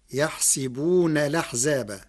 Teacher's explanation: قرأ ورش كلمة يحسبون بكسر السين فتصير يحسبون الأحزاب، مع نقل حركة الهمز إلى الساكن قبلها مع الحذف، والفتح والكسر في السين لغة العرب.